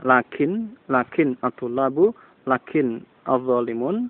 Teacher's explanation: alif lam kalau dia di tengah-tengah kalimat ada kata-kata lain yang mendahului, maka alifnya tidak diucapkan. Ya, alifnya, alif dari alif lam tidak diucapkan.